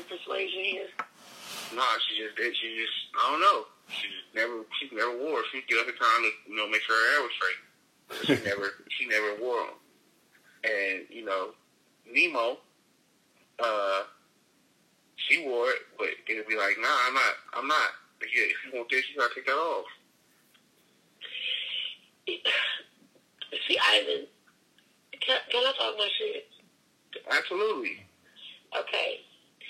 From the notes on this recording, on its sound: phone in episode